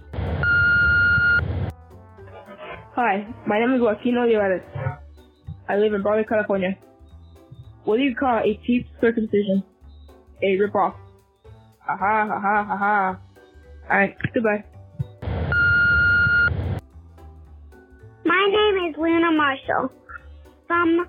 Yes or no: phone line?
yes